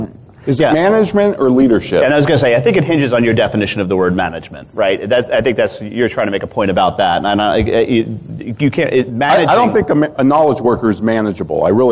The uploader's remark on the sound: Live from Sage Summit. Sage Summit 2017 in Atlanta. A great panel discussion.